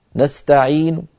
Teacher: فالحرف الأخير وهو النون المضمومة يأتون بها بصوت ضعيف، يبقى تقريبا ثلث الصوت ويذهب ثلثاه